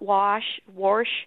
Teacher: In linguistics, it's called the intrusive R. And a lot of people do insert that R in a long A sound like that, wash, warsh.